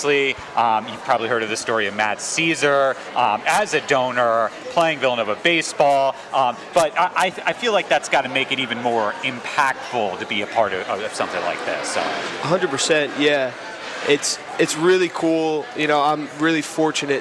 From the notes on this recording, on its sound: WXVU broadcasted live from the Connelly Center for the 15th annual Get In The Game-Be The Match bone marrow stem cell registry initiative, hosted by the Villanova University Wildcats football team.